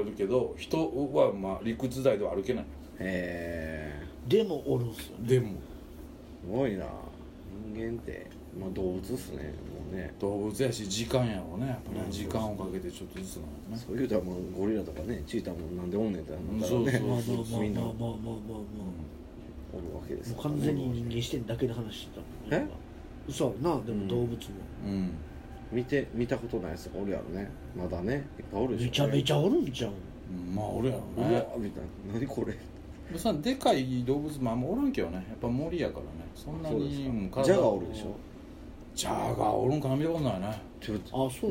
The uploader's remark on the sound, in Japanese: 神戸、SPACE DOG!RECORD(お店)より。